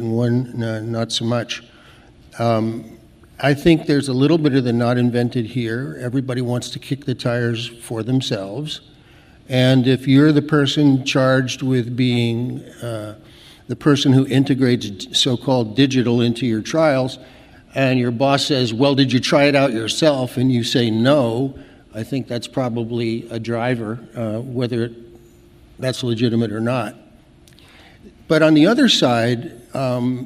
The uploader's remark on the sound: This podcast presents a session from the 2019 Mobile in Clinical Trials conference